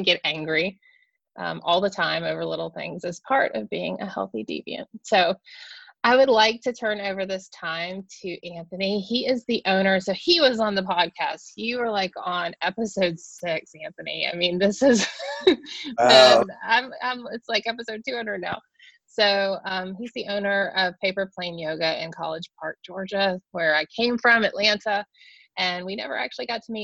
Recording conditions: video call